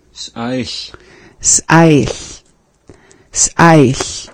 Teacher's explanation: So you have that quick pause between the beginning of the word and the rest of the word.